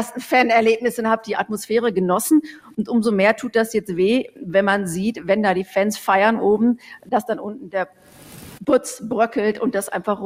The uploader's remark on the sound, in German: Ausschnitte einer Podiumsdiskussion im Nürnberger Presseclub